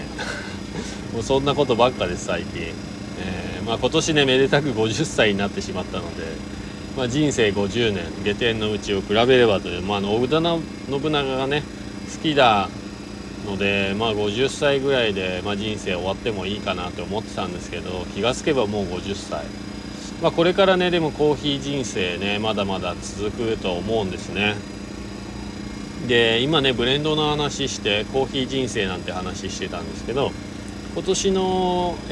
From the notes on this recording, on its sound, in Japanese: BMWMOTORRADDAYSJAPAN2023 #イベント会場から #移動販売車の中から。